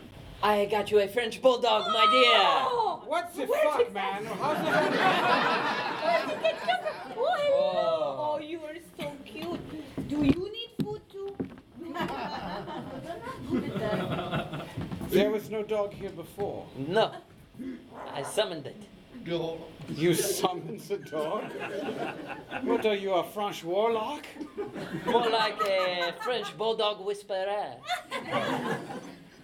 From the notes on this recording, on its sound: 2015 C-U Improv Festival (Live). We were excited to be part of the 7th Annual C-U Improv Festival presented by Zoo Improv at the SoDo Theatre in Champaign, IL - and we recorded the whole thing for you to enjoy!